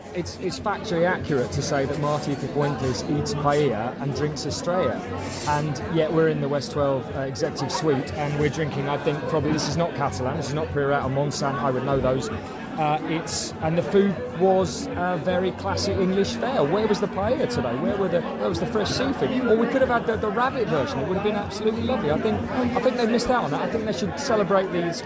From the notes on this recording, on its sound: was recorded at whatever QPR’s ground is now called on Saturday 11 November 2023.